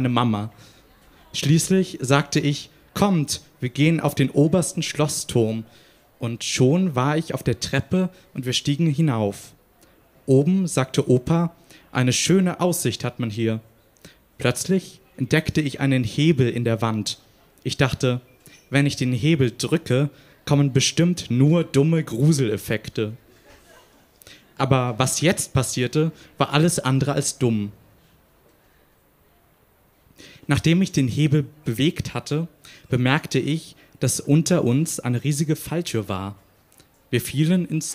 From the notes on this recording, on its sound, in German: Auswahl der Beiträge von der „texte von gestern“-Liveshow am 30.06.2019 im frannz Biergarten, Berlin. Heißen Dank an den frannz Biergarten, unser tolles Publikum.